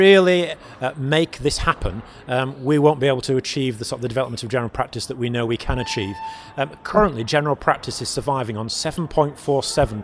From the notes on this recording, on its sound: recorded at the National Association of Primary Care's annual Best Practice conference